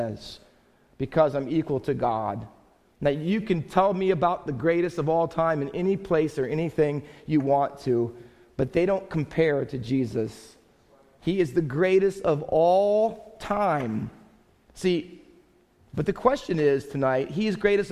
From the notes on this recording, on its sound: Faith Baptist Church in Hamilton, NJ.